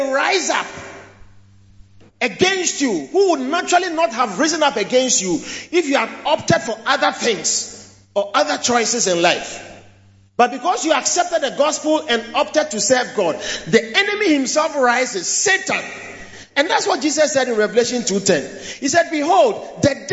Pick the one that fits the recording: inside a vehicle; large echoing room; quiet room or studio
large echoing room